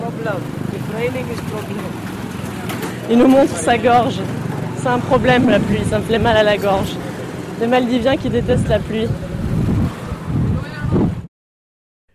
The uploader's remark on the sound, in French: Ils sont allés, chacun de leur côté, glaner des sons dans deux pays au présent tourmenté. Le Népal, pays hautement sonore, dans lequel le micro attrape et piège des kilos et des kilos de sons, cloches, musique, klaxons, prières... Enregistré en février 2013 à Katmandu, Boddnath, Baktapur, Patan et Tapoban.